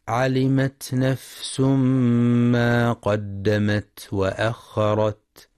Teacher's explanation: ينتبه القارئ لهمس الفاء والسين ولترقيق النون فلا يقرأ نفس بالتفخيم